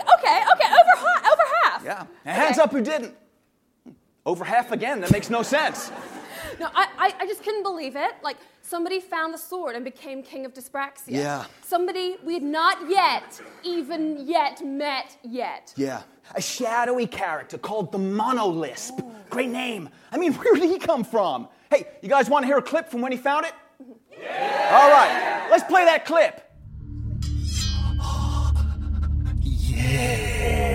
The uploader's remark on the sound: The guy whose basement where the Pod is recorded. Members of the wonderful audience too!